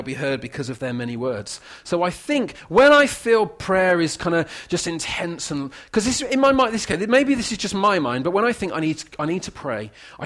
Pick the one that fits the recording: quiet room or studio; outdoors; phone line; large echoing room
large echoing room